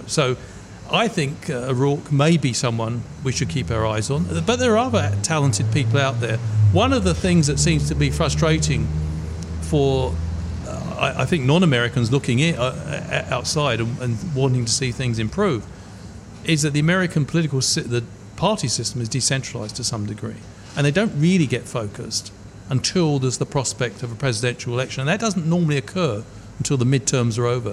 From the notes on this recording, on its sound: Broadcast live from Ombrellitos